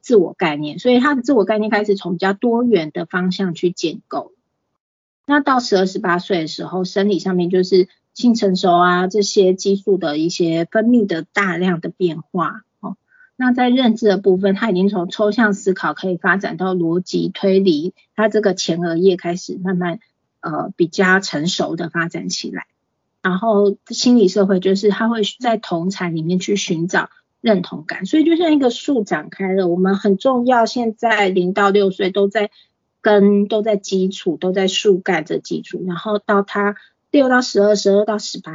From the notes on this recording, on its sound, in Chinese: 此為線上課程錄音檔